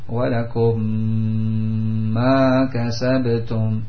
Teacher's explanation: Ya, tasydid disebut sebagai kemudahan bagi para pembaca untuk tidak membaca mim yang pertama, tetapi langsung dimasukkan pada mim yang kedua · Term: idgham mithlaini saghir